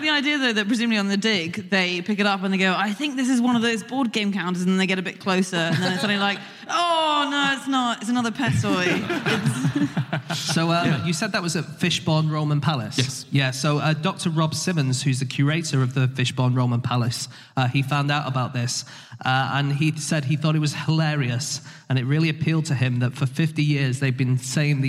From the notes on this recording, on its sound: Live from Liverpool